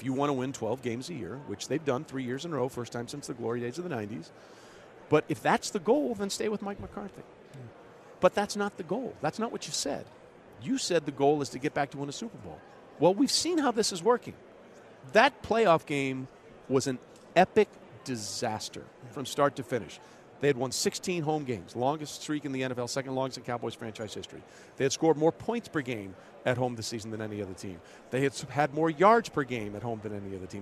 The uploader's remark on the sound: live from Super Bowl Radio Row